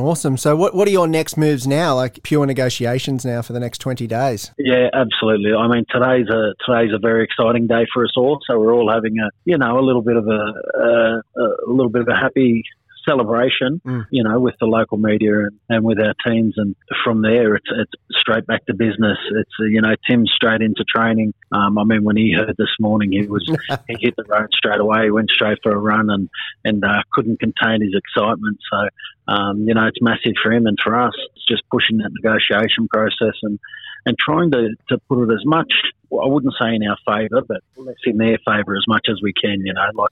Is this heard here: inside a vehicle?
no